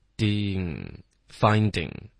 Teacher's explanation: finding 结尾它只是一个 ding 的一个音，是一个 d 再加一个后鼻音